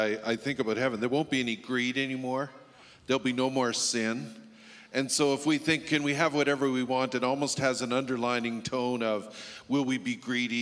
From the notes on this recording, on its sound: Our panel of ministry staff took the stage